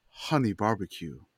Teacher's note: Breathy on the H. It's so breathy.